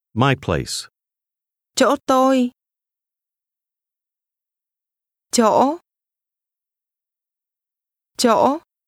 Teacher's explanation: The word for place is pronounced with a tone which begins to rise, but is then sharply cut off.